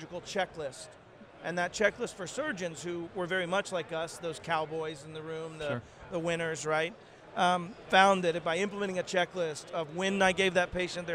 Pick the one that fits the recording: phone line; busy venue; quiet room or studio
busy venue